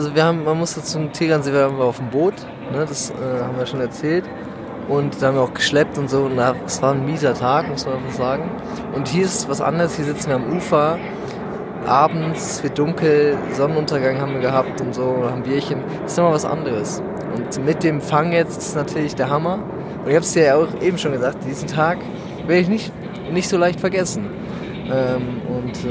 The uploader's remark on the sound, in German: Dieses Mal auch mit einem Live-Part vom Wasser!